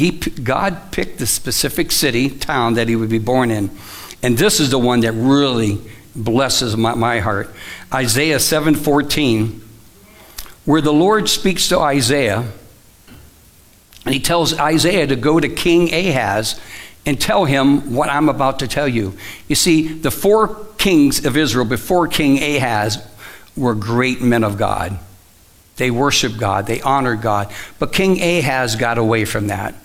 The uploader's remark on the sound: Live from The Summit Church in Dover, OH